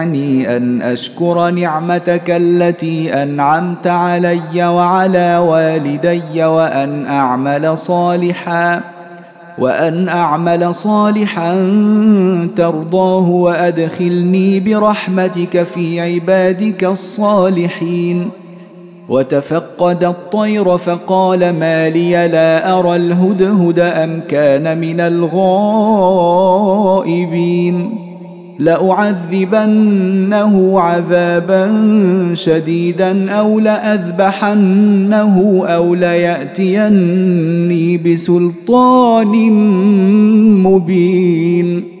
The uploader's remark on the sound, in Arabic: مسجل من صلاة التراويح بمسجد السلام بحي مشرفة بجدة.